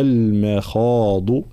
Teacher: ترقيق الميم تفخيم الخاء، طبعا كلمة المخاض بالضاد، الضاد مخرجها حافة اللسان وليس طرف اللسان، فالانتباه.